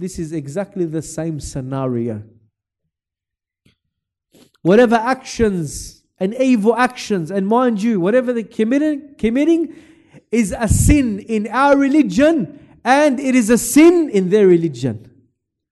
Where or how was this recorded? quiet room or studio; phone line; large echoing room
large echoing room